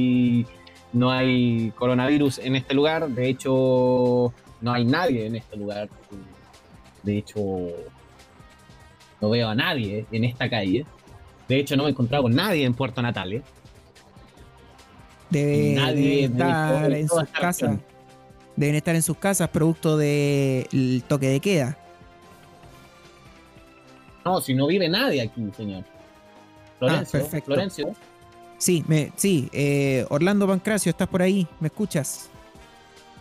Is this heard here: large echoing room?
no